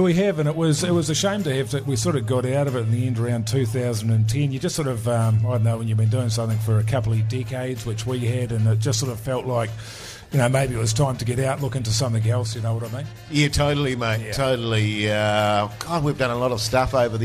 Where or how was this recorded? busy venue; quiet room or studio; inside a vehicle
busy venue